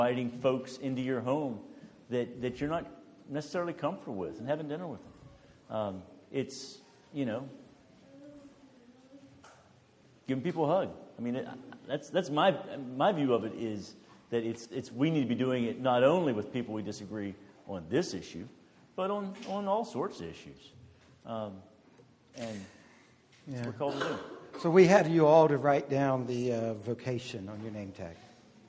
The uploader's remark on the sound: This is an audio recording of the Q&amp;A that occurred after the two lectures. This is an audio recording of the Q&A that occurred after the two lectures.